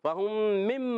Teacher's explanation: فہم، فا کا مخرج اوپر والے دانت کنارے، نیچے والے ہونٹ کا تر حصہ۔ فہم، میم سائن کے بعد دوسری میم آ گئی، ادغام شفوی ہوگا، ایک الف کا غنہ کریں گے